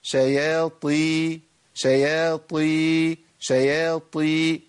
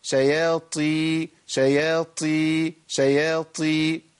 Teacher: تخيل ان انت ابدلت حرف بحرف، جبت تاء مهموسه بس مفخمه شويه، شابهت الطاء في الايه؟ في الصوت، لكن مش طاء · Shown in: second take · طالما طلع معاك نفس وحسيت بنفس، ده بقى بيبقى كتير قوي قوي في كسر الطاء.